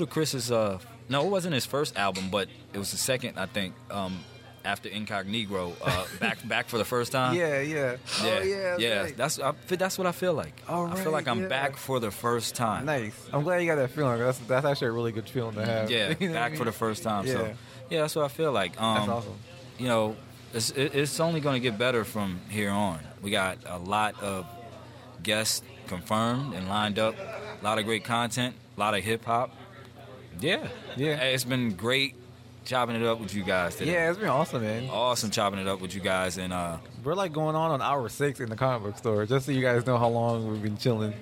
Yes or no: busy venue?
yes